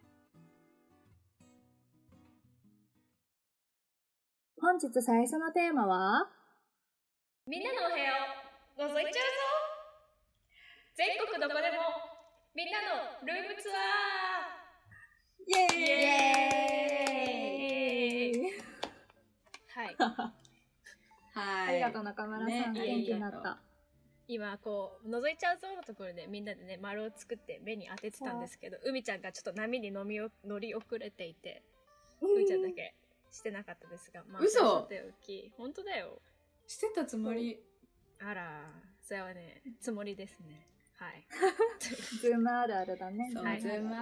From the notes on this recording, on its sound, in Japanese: 今回も、リモート収録でお届け！！音声の質、すなわち音質について至らない点もあるとは思いますが。